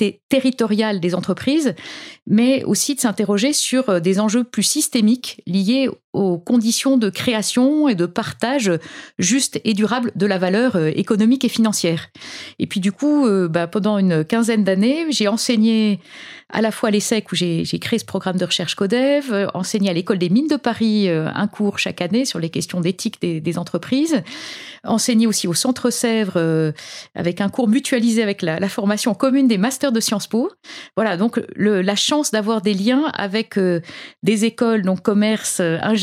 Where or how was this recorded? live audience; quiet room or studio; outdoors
quiet room or studio